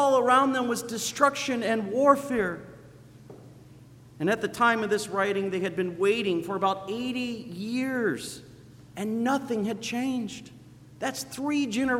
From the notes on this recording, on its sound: Sermon preached on Sunday, December 1st at Zion Lutheran Church in Muscatine, Iowa.